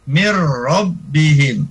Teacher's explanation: Jadi nunnya tidak dibaca, langsung ke ro. · Term: idgham bila guna